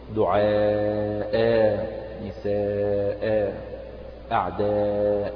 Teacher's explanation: المد المتصل يمد كبقية المدود المتصلة، والألف التي بعد الهمزة هذه تمد مدا طبيعيا بمقدار حركتين · Term: مد عوض